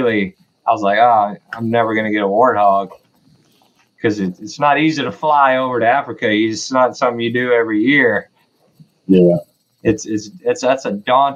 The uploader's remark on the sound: Ready for a road trip? Jump on in I'm driving!